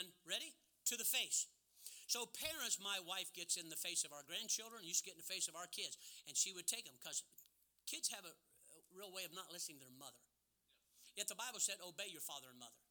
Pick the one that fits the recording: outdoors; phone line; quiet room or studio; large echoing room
large echoing room